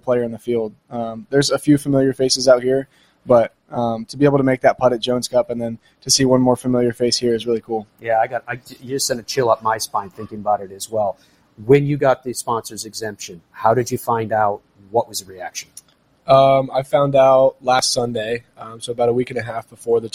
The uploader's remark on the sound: Broadcasting from the RSM Classic. Live from Sea Island, GA.